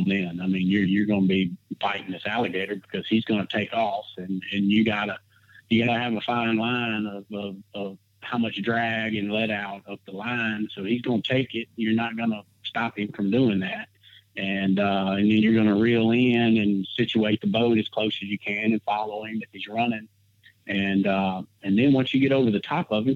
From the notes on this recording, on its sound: we found another time to record over the phone